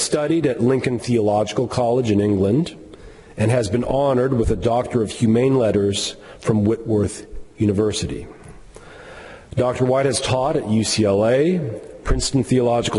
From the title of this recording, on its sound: Chapel Lecture